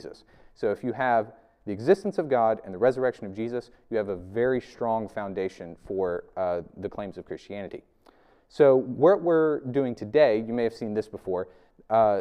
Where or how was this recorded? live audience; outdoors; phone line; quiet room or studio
live audience